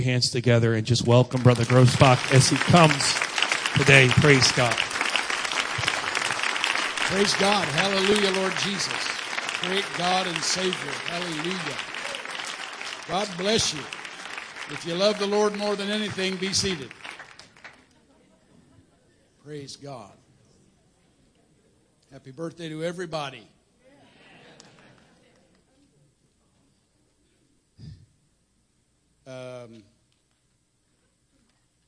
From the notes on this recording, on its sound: Sunday Morning Service. 45th Anniversary Weekend.